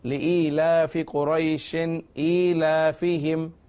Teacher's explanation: شین دو زیر شن پر غنہ نہیں کریں گے کیونکہ اگلا جو حرف ہے وہ حمزہ ہے، اور نون ساکن اور تنوین کے بعد اگر حروف حلقی میں سے کوئی حرف آ رہا ہو تو وہاں غنہ نہیں ہوگا.